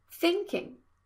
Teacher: Thinking has a stress on the first vowel.